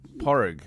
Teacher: Now, when I'm in Ireland, why do people drop the D and go Porrig?